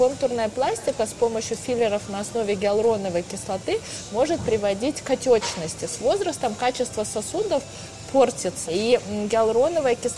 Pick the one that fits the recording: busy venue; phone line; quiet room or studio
busy venue